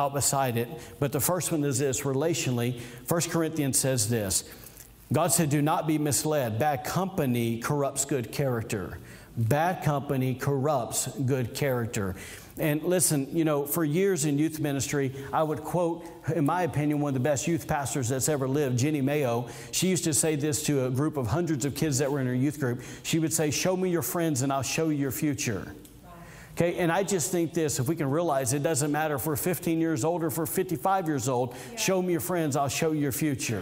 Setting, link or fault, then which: setting, large echoing room